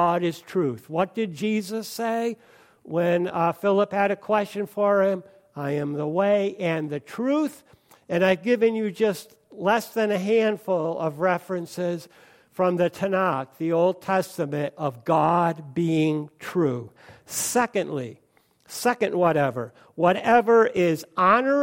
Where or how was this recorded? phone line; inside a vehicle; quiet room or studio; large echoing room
large echoing room